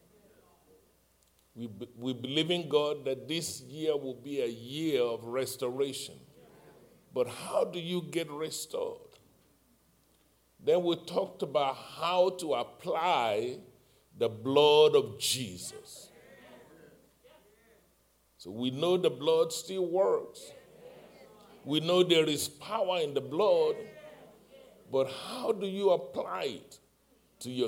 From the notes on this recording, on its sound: live-recording